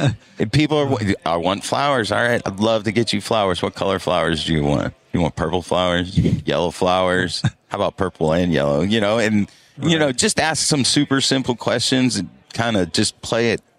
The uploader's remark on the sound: LIVE from Pod-Row at Synkd LIVE 2024 in Atlanta.